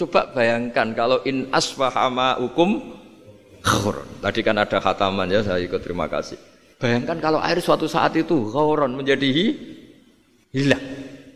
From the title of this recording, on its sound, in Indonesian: Ngaji di RSUD dr. Soetrasno Rembang HUT ke 66, 13 Februari 2021